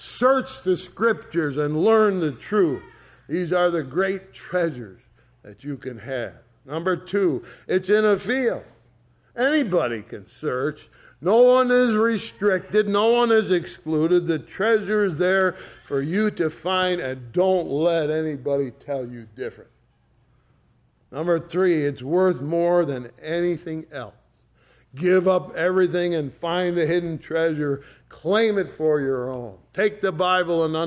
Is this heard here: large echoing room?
yes